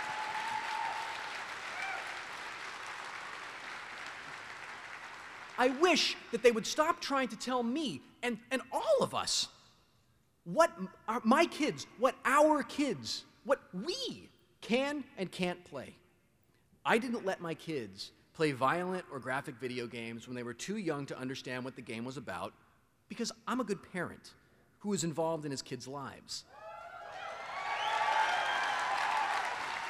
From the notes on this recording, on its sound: This is a recording of my 2007 Keynote to the Penny Arcade Expo in 2007.